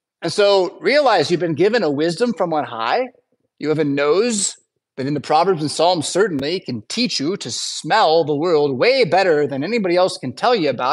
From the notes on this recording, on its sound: Preached at St Paul Lutheran Church , Rockford, Illinois on Wednesday December 20th, 2023.